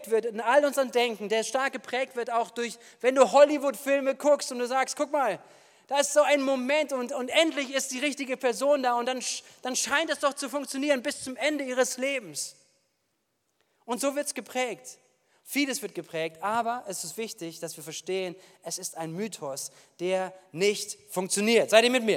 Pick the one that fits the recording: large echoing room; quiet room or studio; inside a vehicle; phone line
large echoing room